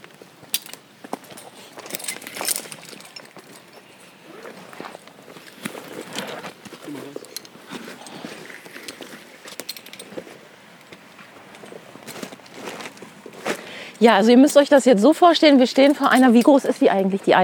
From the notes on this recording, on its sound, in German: auf einer 20 Meter hohen Eiche